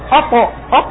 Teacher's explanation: وجود القلقلة في الطاء يساعد على إعطائه تفخيما أقوى من أخيه الصاد